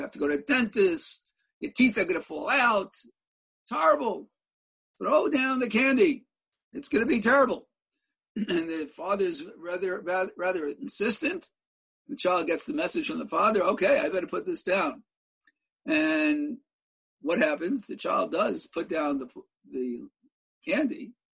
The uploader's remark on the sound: In a ZOOM teleconference Shiur